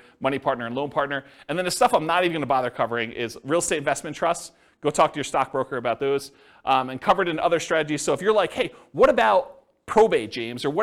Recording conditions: live audience